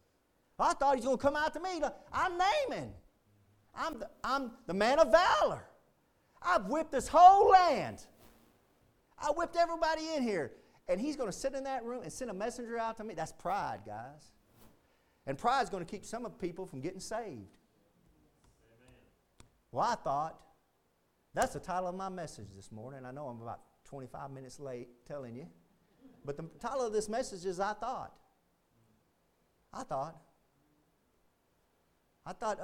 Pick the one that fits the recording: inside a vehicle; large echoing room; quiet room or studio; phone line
large echoing room